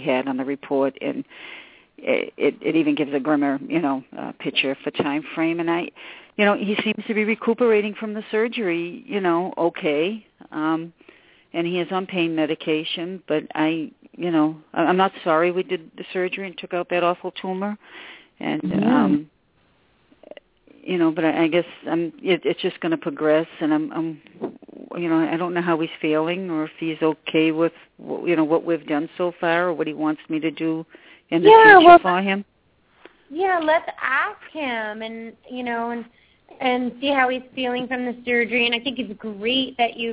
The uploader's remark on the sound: open up the lines for listeners to call